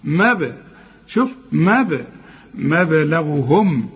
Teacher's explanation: الباء جت لنا عليها سكون لازم نقلقل